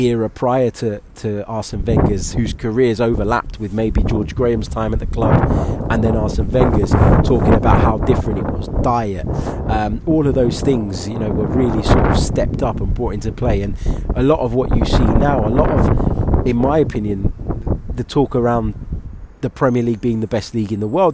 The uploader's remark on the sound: Sorry for the wind!